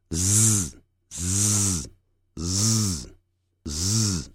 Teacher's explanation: 接着我们看八十四页 z 这个浊辅音，念的时候念成 z，本来你会念成 s，那 s 是不振动声带的，现在我们振动声带